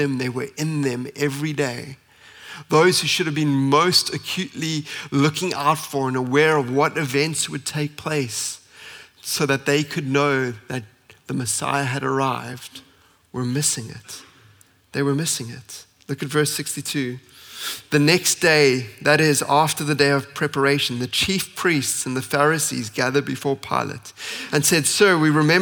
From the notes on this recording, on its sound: At Common Ground Church Rondebosch.